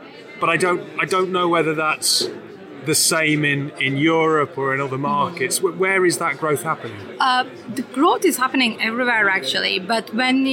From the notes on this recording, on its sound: During two days of workshops, fireside chats and talks, we grabbed 14 leaders and founders to share their views on the sector, and tell us why they were there. Enjoy the selection from the conference floor!